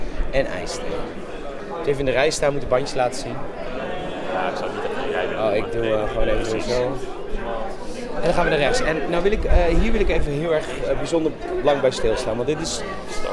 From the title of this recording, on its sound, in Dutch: Live vanaf Echo Base